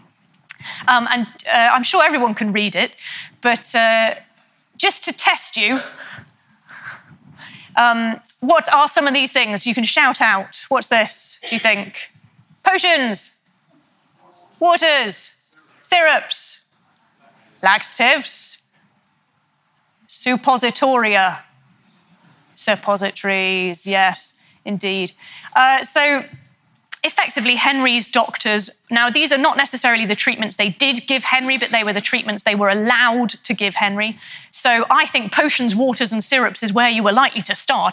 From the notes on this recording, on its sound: In a talk she delivered at our 2019 BBC History Magazine History Weekend in Winchester